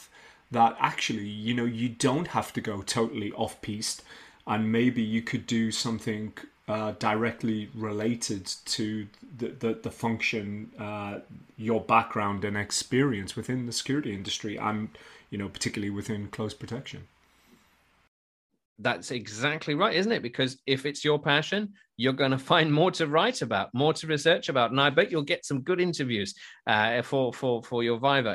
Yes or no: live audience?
no